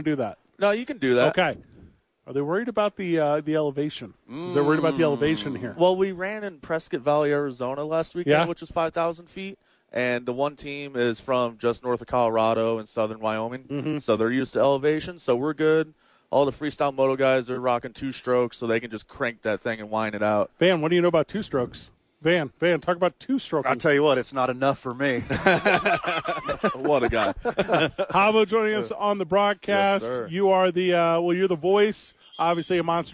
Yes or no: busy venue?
yes